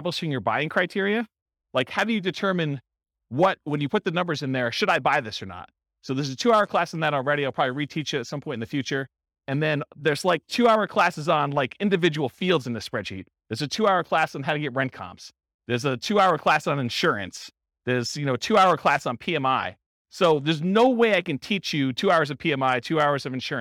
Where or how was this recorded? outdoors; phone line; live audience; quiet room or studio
live audience